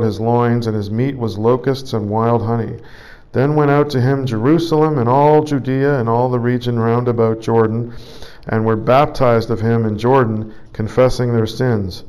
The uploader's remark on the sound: Preached at St Georges Manor, Toronto, Canada.